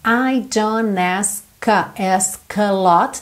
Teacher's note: Juntou pelo N. Não falou o T.